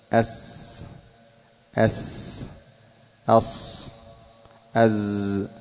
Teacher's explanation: طرف اللسان مع ما بين الأسنان العليا والسفلى قريبة إلى السفلى، ما بين الأسنان قريبة إلى السفلى مع انفراج قليل بينهما · Term: حرف الصفير